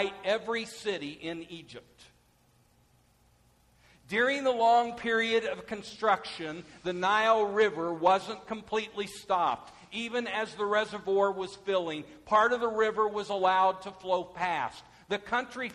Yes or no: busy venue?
no